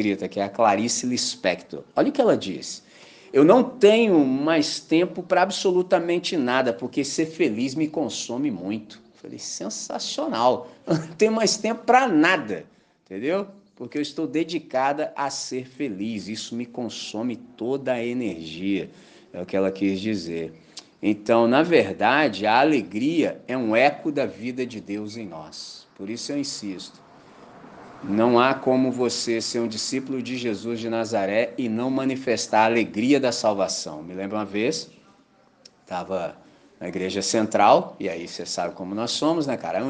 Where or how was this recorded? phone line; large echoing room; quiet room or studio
large echoing room